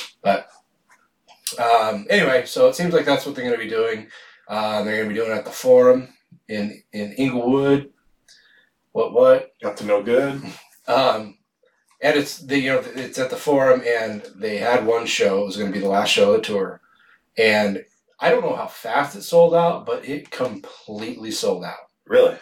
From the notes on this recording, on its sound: We made an oopsie with the sound on this one.